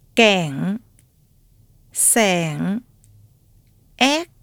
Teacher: a small number of words where ng and g occur in their main variant as velar stops when following the nuclear e